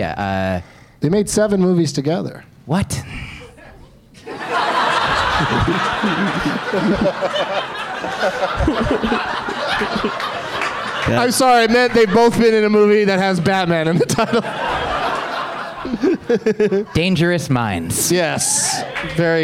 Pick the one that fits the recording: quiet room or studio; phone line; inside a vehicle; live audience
live audience